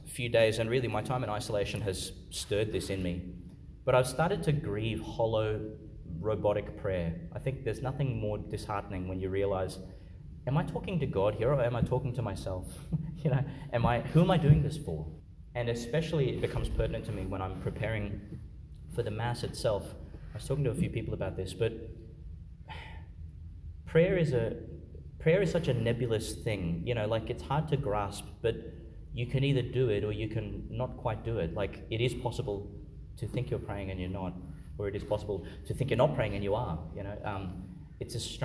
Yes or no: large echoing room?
yes